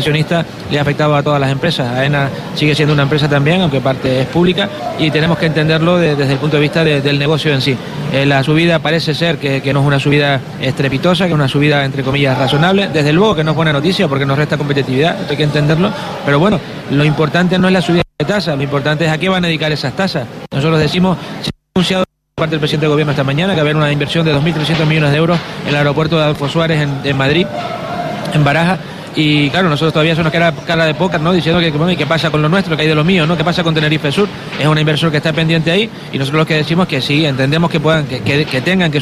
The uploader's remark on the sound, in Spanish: hemos iniciado nuestra programación especial desde Fitur 2024